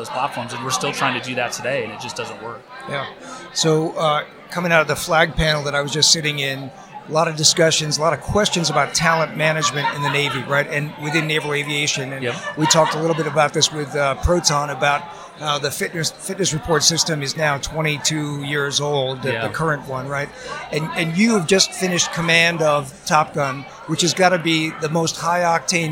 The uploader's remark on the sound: Live from Tailhook 2019